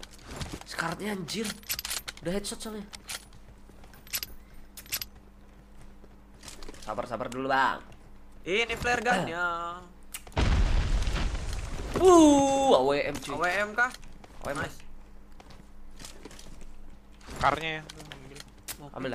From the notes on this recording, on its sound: Palying Game While In The Car. Driving tesla and playing a game.